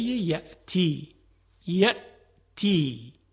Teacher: وقتی که همزه رو ما میگیم تارهای صوتی به هم میچسبه، اجازه عبور هوا و صدا رو نمیده و تا این تارهای صوتی از هم جدا نشن همزه تلفظ نمیشه.